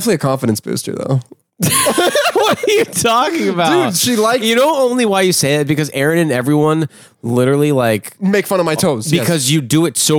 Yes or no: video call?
no